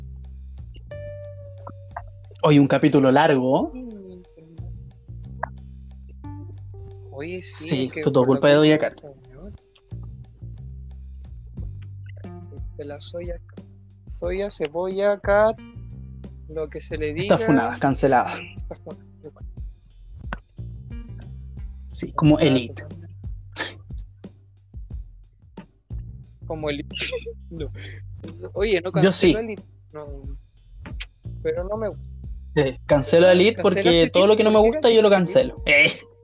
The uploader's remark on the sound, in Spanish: Perdón por la mala conexión.